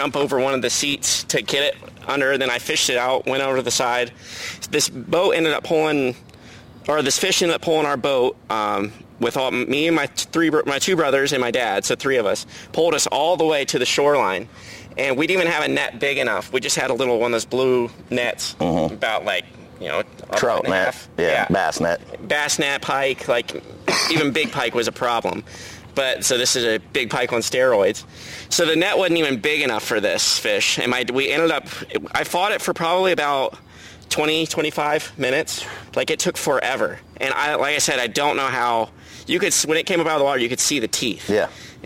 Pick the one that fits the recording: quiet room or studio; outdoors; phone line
outdoors